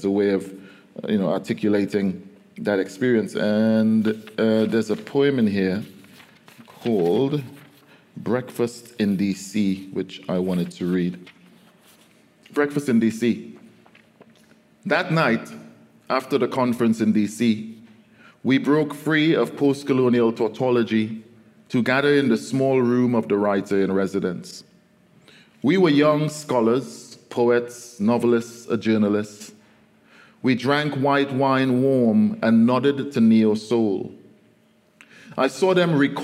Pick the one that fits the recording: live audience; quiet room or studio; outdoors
live audience